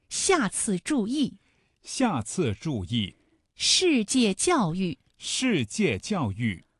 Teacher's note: 发四声，声带从紧开始到完全松弛为止，声音从高到低，音长是最短的